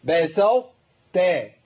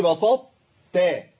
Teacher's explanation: محتاج ان انا اتي بتاء مطبقة مستعلية · Shown in: first take · Term: الادغام الناقص